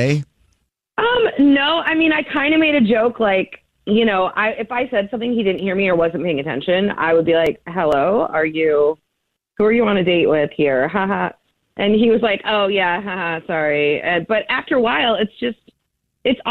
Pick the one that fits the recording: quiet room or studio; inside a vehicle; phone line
phone line